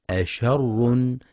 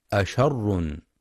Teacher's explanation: ينتبه القارئ في كلمة أشر لترقيق الهمزة والشين، فلا يفخمها بسبب مجاورة حرف الراء المفخم · Shown in: first take · فلا يقرأ أشر.